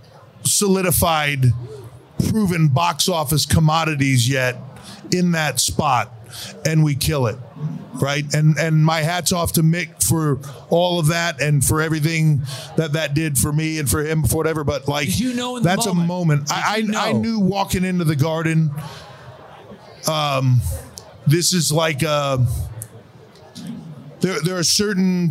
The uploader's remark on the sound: Live from Vegas SummerSlam Weekend!